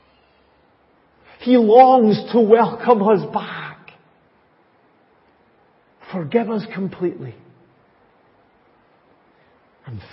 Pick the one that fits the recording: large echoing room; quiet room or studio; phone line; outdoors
large echoing room